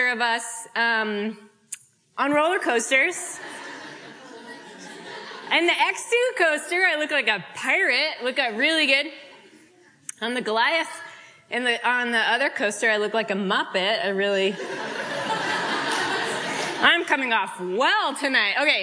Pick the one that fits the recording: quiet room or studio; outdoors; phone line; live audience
live audience